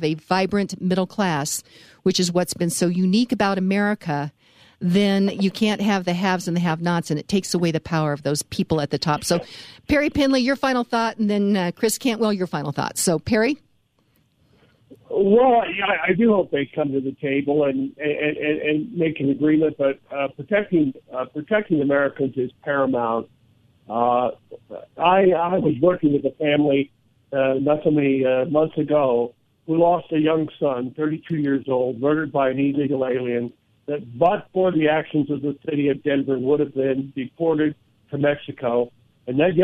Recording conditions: phone line